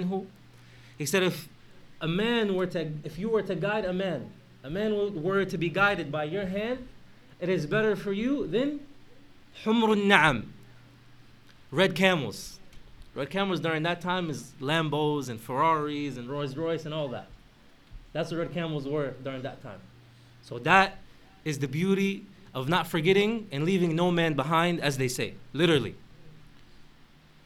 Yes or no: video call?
no